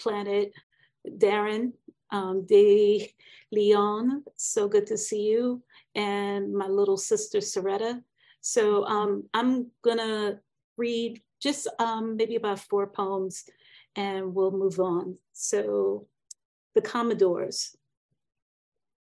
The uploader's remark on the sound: This event was originally broadcast via Zoom